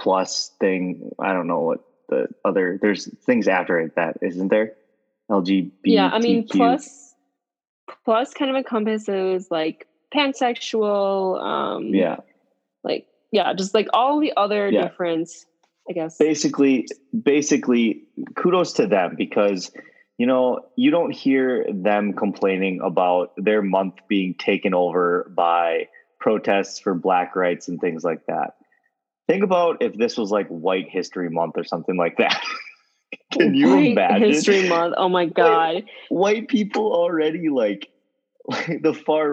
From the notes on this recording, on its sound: The two of us are in different cities, meaning we are doing our first Zoom episode as just the cohosts. We had a bit of technical difficulties but it all worked out!